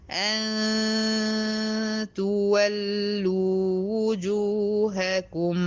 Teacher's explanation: يبقى أشيل النون وأحط مكانها غنة · Term: إخفاء